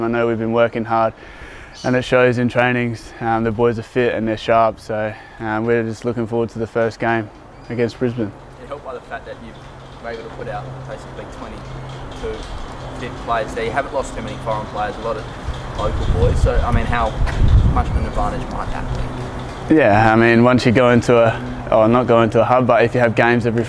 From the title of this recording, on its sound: Press Conference